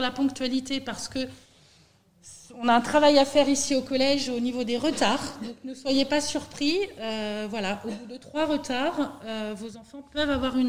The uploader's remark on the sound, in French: Voici une captation de la réunion qui a eu lieu au collège le 13 septembre 2021 à 18h pour accueillir les parents d'élèves de 6e.